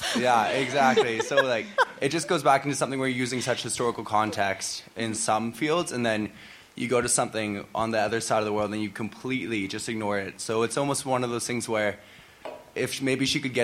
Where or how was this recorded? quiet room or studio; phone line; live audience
live audience